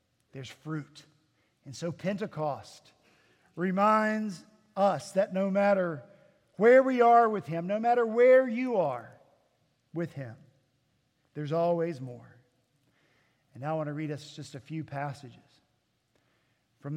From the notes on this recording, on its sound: At Redeemer Presbyterian Church in Charleston, SC